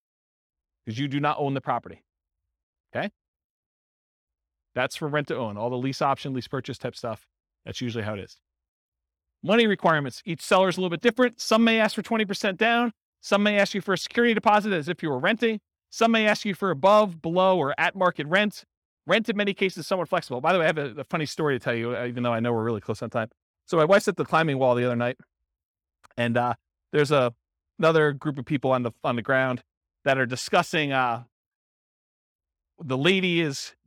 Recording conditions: live audience